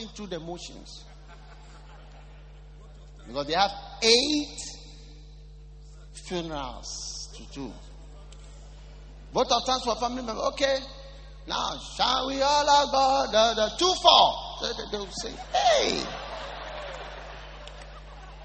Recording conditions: live audience